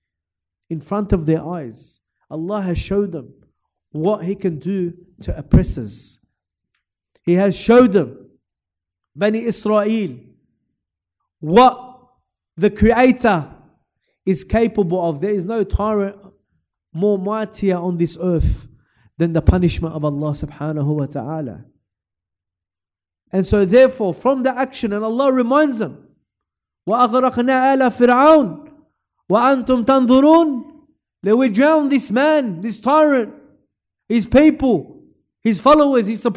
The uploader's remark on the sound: LIVE from Masjid Al-Azhar, Belmore.